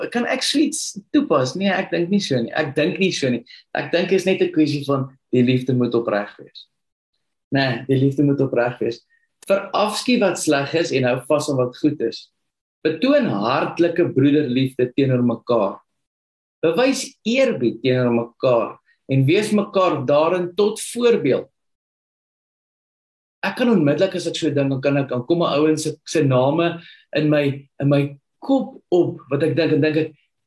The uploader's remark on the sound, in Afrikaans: Manne van die Woord Zoom Byeenkoms